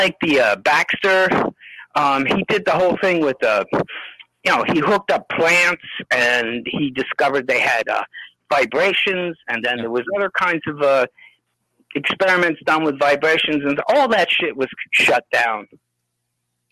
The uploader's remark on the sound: Listener Call In Show